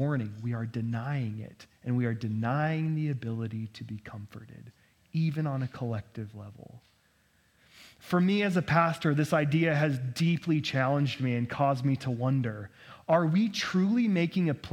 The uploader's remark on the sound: preached on 6/11/2023 at Cathedral of the Rockies Amity Campus